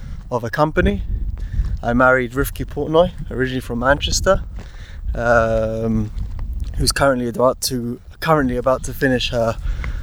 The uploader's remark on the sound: Strolling through the vineyards in the hills just outside Jerusalem.